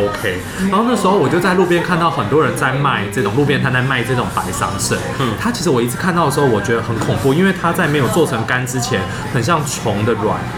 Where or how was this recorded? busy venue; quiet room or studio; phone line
busy venue